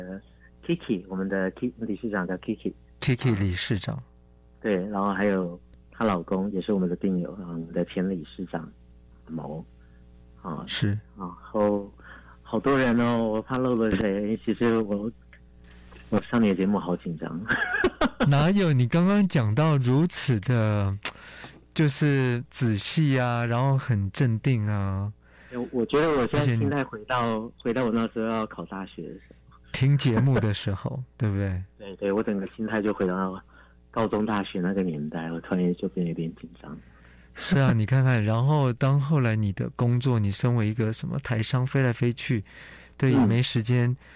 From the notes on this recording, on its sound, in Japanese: 電話訪問。